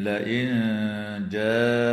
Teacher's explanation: وتخفى النون الساكنة عند الجيم مع الغنة المرققة